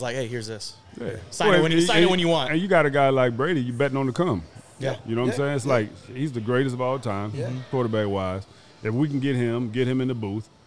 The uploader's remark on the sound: LIVE from Bar Code Burgers in Las Vegas